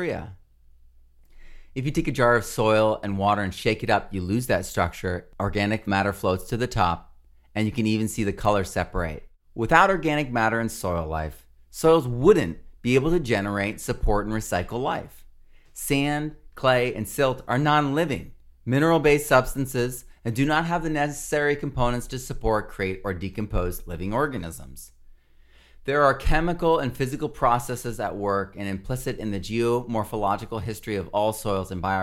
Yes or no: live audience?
no